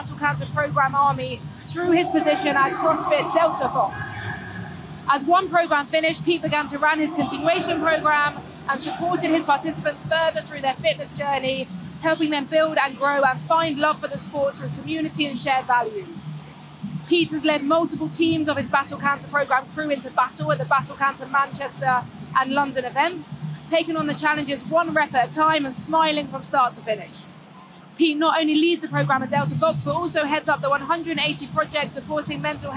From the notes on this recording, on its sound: These were recorded live at the Battle Cancer fitness event in London so please excuse the less than perfect sound quality.